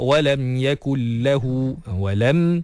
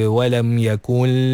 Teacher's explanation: Masukkan sahaja nun ke dalam lam tanpa memanjangkan gunnah dia. · Shown in: first take · Term: idgham bila gunnah